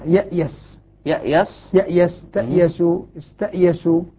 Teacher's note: يقلب الياء إلى موضع الهمزة